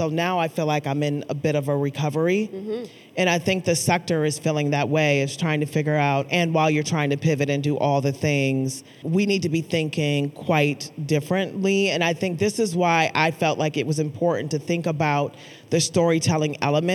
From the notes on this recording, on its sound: a live conversation at the Minnesota Council of Nonprofits' 2022 Annual Conference